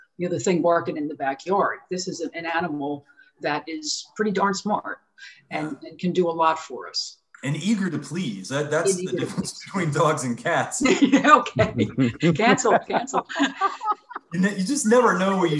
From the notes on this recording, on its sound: Recorded on Zoom.